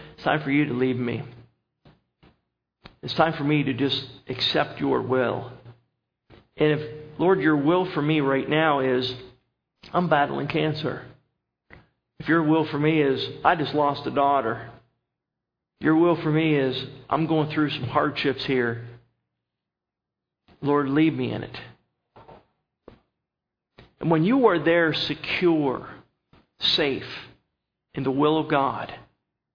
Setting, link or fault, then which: setting, large echoing room